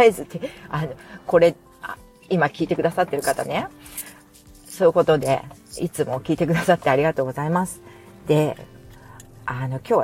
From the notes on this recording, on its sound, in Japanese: お聞き苦しい雑音すみません。雑音注意。